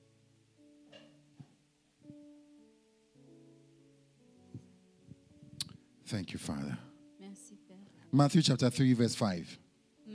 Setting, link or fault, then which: setting, large echoing room